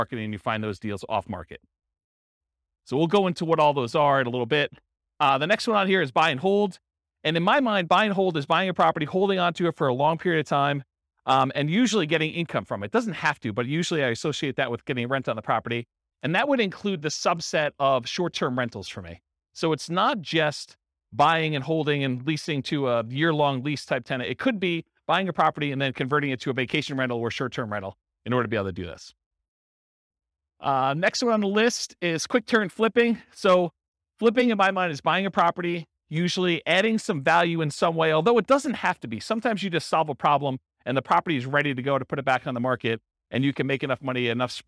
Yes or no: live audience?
yes